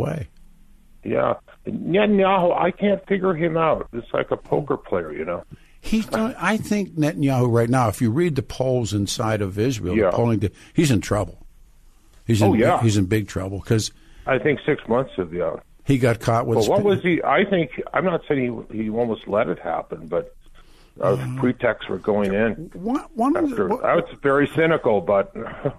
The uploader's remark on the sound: Open phones lines this hour.